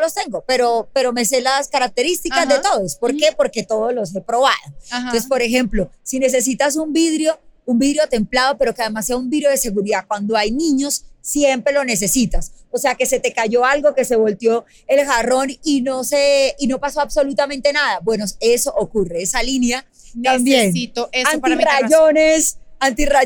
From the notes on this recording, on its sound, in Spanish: Grabado en vivo desde el centro comercial Plaza de Las Américas.